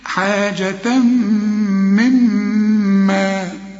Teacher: حاجة مما، عند غنة بتاعة التنوين والميم، وبعدين الميم التانية مشددة، وكل ميم مشددة في القرآن لازم تغن